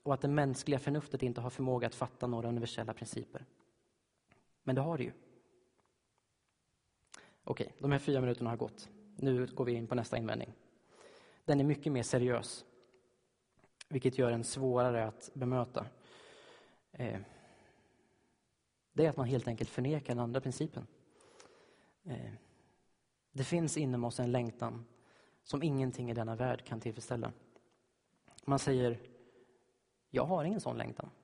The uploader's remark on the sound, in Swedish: Inspelad i Baptistkyrkan Tabernaklet i G&#246;teborg. Inspelad i Baptistkyrkan Tabernaklet i Göteborg.